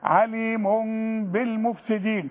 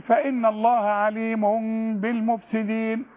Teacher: يبقى غنها وما تقفلش شفايفك · Term: نص ميم